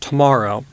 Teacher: So if I have a word like tomorrow, then the accent is on the ma bit. And that part of the word is longer, louder, and it has a slightly higher pitch than the surrounding bits. · Term: stress accent